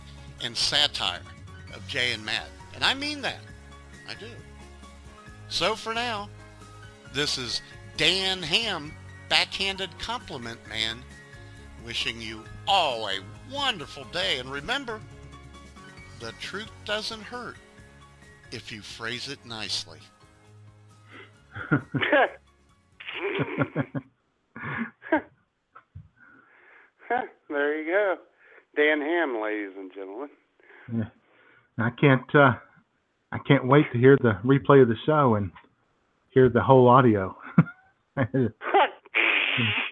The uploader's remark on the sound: your phone calls